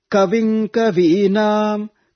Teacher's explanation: Ka comes down. The syllable, the letter ka, is chanted downward. Anudatta.